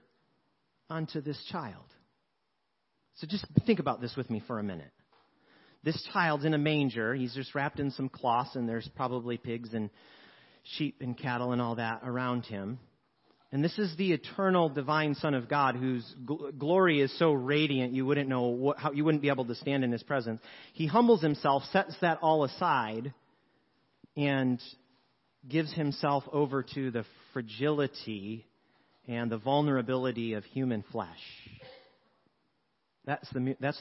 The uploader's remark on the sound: 7PM Service. Sermons preached at Church of the Good Shepherd, Maitland, Florida.